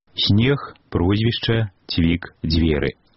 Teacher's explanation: У гэтых беларускіх словах гучаць мяккія, крыху заценнем шапялявасці гукі. Падкрэслена мяккія зе, се, дзе, це, яскравая рыса гукавой сістэмы нашай мовы.